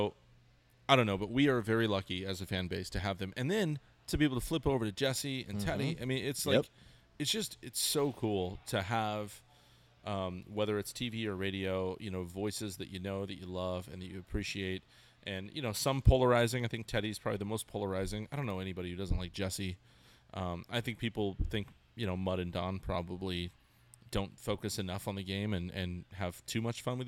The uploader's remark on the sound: the guys reunited at Alesmith